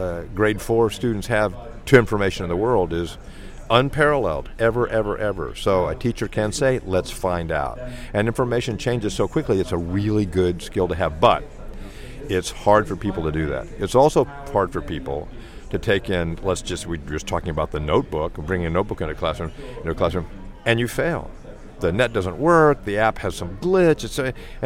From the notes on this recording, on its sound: From another of our Live OB Pop-Up Radio Stations, this is WEICT Radio. We produced and powered a live broadcast at 7pm on Thursday 2nd July reporting from this the 17th West of England ICT Conference. Used our new PRO School Radio product at the event to produce the show.